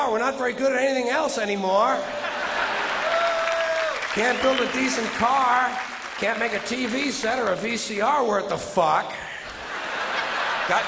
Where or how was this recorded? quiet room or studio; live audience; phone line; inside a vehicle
live audience